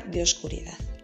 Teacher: cuando dentro de un verso una palabra termina en vocal y la siguiente empieza también por vocal, entonces al oído nos suena unido. Si yo digo eh, de oscuridad, a mí me suena de oscuridad. · Term: sinalefa